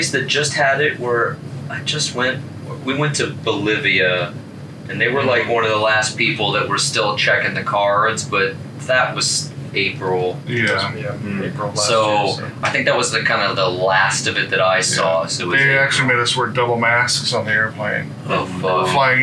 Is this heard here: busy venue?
yes